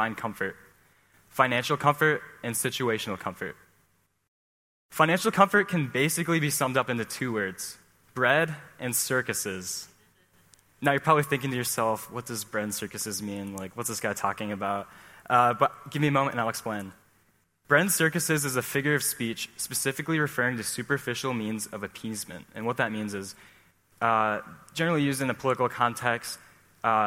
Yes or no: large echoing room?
yes